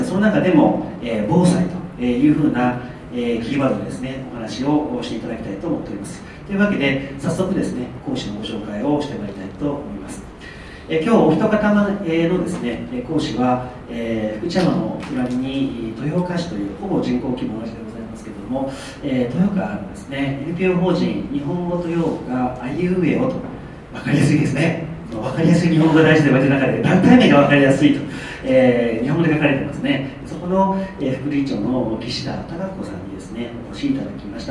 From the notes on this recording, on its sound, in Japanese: 2020年2月1日（土）に舞鶴市西駅交流センターにて開催された京都府北部地域連携都市圏形成推進協議会 生涯学習講座第３回北近畿創生フューチャーセッションの模様を録音でお送り致します。2020年2月1日（土）に舞鶴市西駅交流センターにて開催された京都府北部地域連携都市圏形成推進協議会 生涯学習講座第３回北近畿創生フューチャーセッションの模様を録音でお送り致します。参加者全員で未来志向の対話をします。